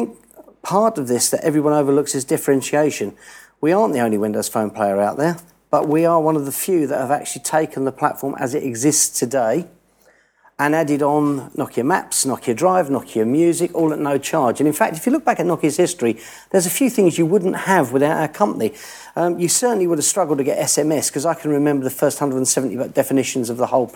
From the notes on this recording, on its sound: Last week we held the first public '361 Live' event "Mobile Question Time" sponsored by Nokia and LBi at LBi's HQ on Brick Lane in London.